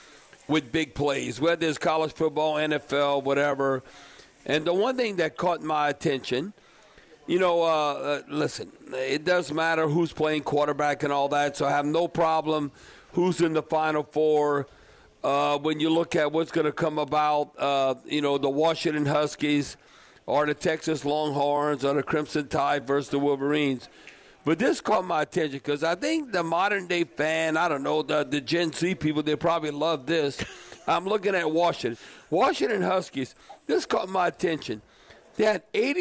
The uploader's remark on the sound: broadcasting LIVE from Rouses on Tchoup